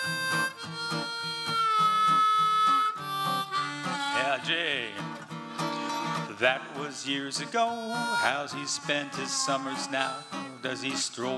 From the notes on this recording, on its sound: From the 2023 FisherPoets Gathering, a performance from the Liberty Theatre. This recording was made on Saturday, February 25th, 2023, at the Liberty Theatre in Astoria, OR as part of the FisherPoetry Archive Project.